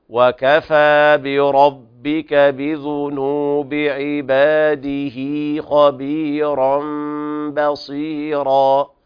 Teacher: فندفع الفاء ثم نثبت ألف بعدها